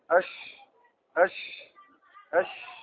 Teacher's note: اش اش هذا خطا ما اعطى صفه التفشي للشين اش اش انتشار الهواء في الفم عند النطق بالشين